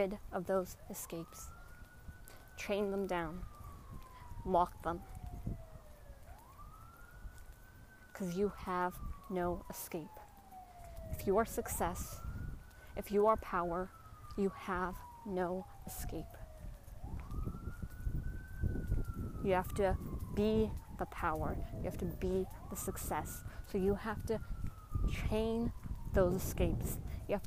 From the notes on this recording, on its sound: Walk and talk with me.